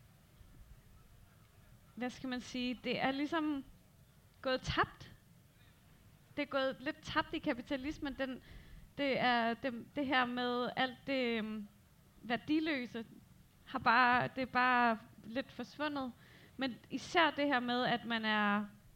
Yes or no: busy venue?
yes